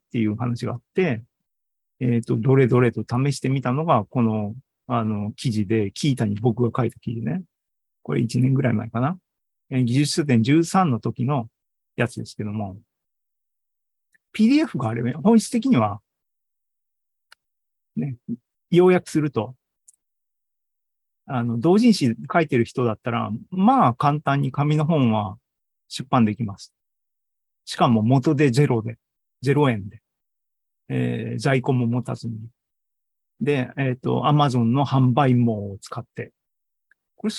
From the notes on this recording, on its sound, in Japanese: ２０２３年７月２９日に開催した ZOOMライブの模様です